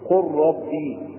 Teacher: نحذف اللام وننطق بالراء مشددة